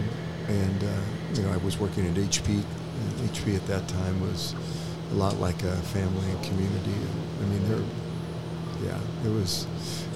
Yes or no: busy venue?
yes